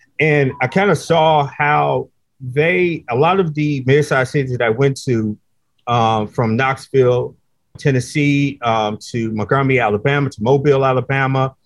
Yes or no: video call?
yes